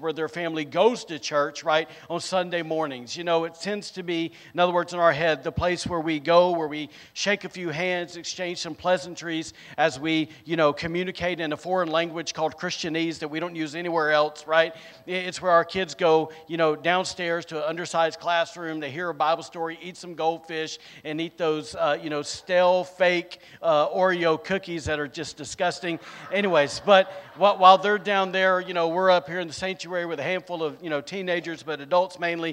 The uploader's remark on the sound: recorded on Sunday, November 6th, 2022, during service at The Anchor Church in Rockport, Maine